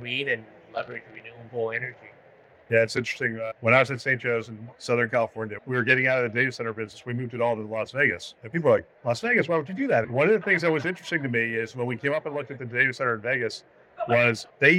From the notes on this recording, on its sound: Live from HLTH23.